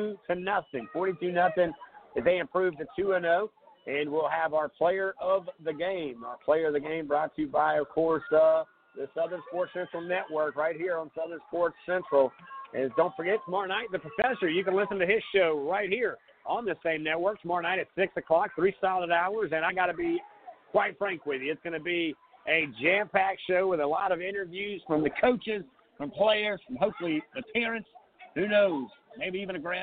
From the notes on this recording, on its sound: coming to you live from North Charleston at the Danny Jones facility